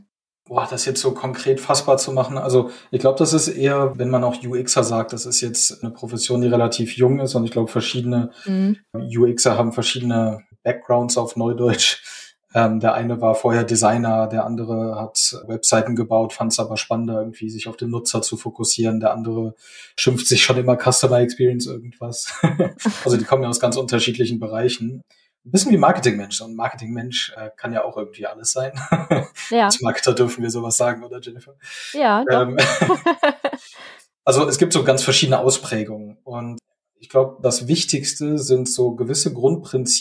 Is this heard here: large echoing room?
no